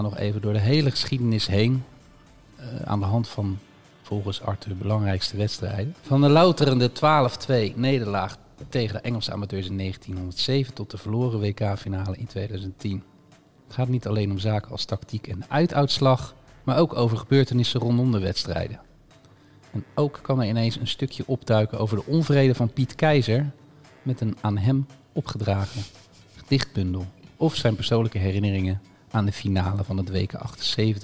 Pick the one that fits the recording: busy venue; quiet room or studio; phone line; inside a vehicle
busy venue